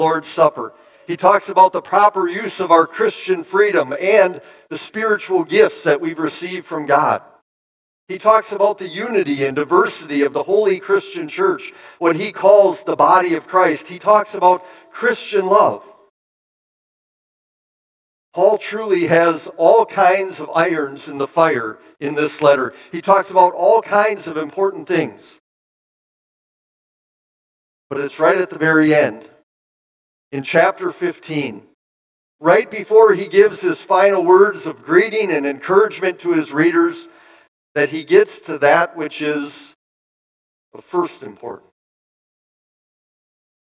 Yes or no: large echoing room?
yes